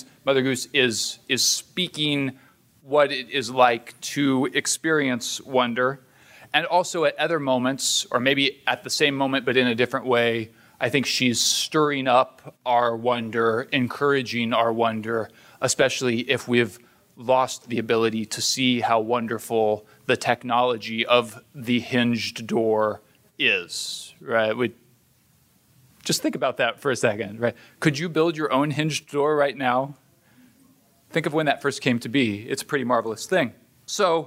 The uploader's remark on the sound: This is the third in a series of shows from presentations delivered at the Hoogland Center for Teacher Excellence seminar on the art of teaching children's literature. The Hoogland Center is an outreach of the Hillsdale College K-12 Education Office.